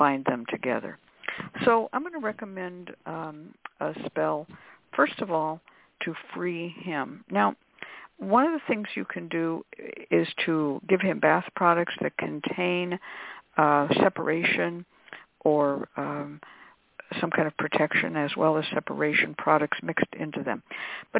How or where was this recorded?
phone line